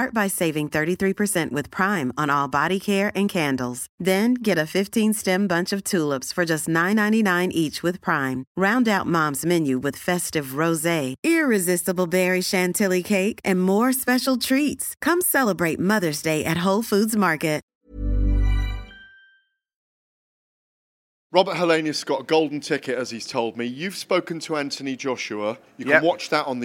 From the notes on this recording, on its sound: Press conference at the Pan Pacific Hotel in East London.